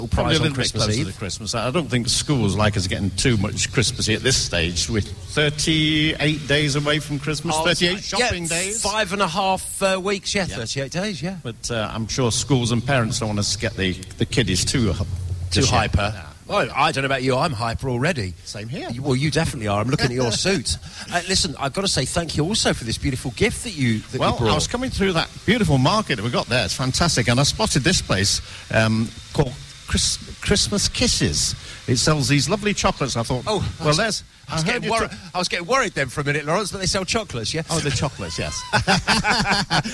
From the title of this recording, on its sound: live at the Chester xmas lights highlights part 4